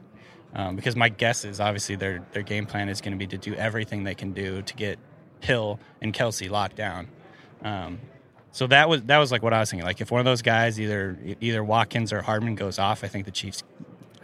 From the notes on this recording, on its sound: The NFL Show Live From Miami. We’re live at radio row in Miami.